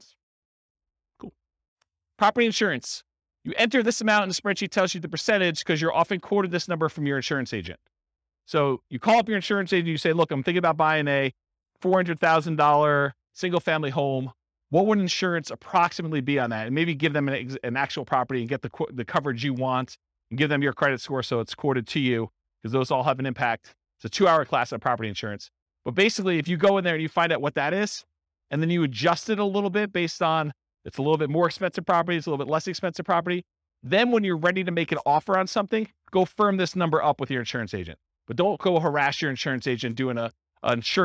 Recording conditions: live audience